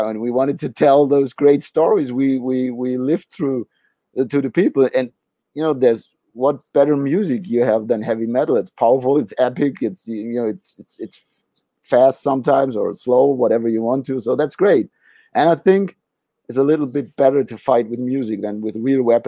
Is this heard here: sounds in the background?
no